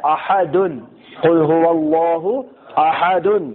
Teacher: ہمارا سانس ٹوٹ جائے گا اور ہم اس کو ساکن کی حالت میں پڑھیں گے، اب یہ قلقلہ میں سے بن جائے گا